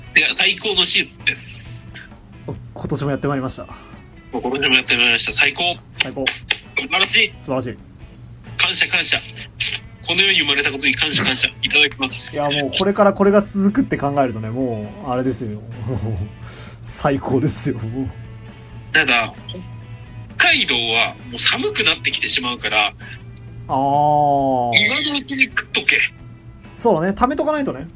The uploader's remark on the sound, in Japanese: 大阪に旅行しに行っている。録音機材：iPhone7。